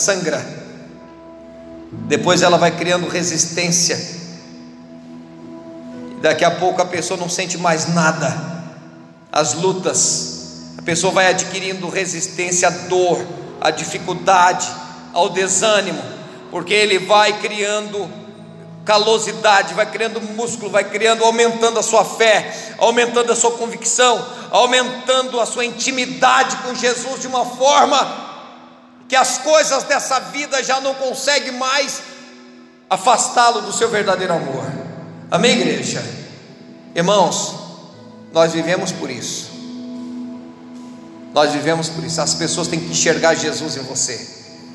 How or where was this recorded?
large echoing room